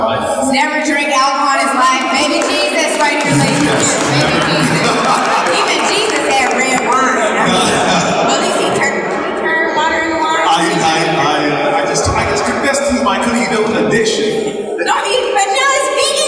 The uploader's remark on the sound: first ever live podcast